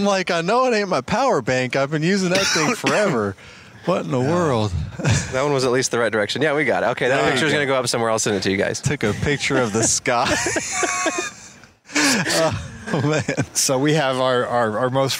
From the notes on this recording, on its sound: an outdoor fireside chat in Minneapolis